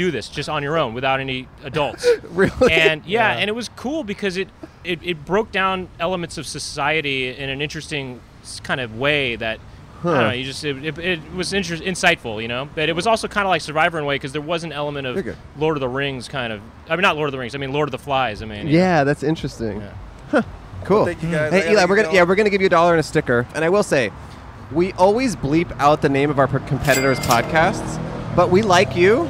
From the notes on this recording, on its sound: A Bus Stop. Recorded 3/14/22 on Santa Monica Blvd in Los Angeles, CA.